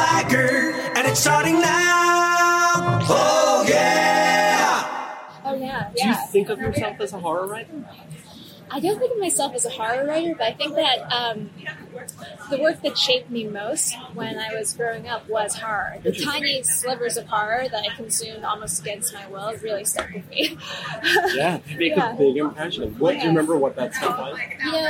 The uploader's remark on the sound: sat down outside of a busy coffeeshop near Central Park